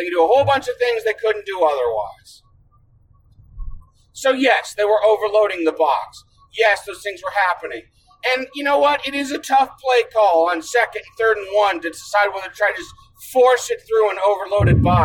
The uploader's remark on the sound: recording a podcast despite the fact I forgot my audio gear